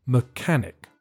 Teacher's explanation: the first syllable is weak and there's a silent H